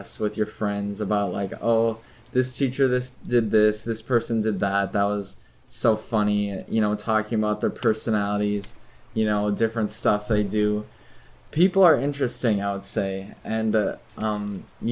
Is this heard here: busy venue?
no